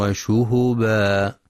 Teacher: يخطئ من يقرأ وشهبا بسكون الهاء وشهبا، فلينتبه القارئ لضمها.